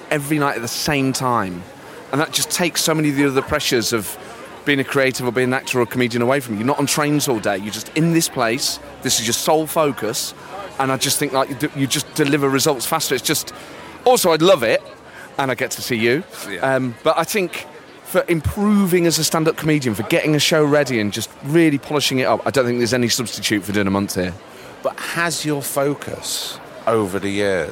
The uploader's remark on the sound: He’s been up in Edinburgh for festival season and luckily for TSP listeners, he took his tape recorder.